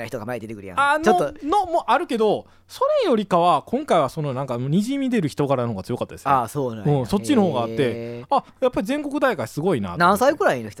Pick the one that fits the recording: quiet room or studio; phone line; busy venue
quiet room or studio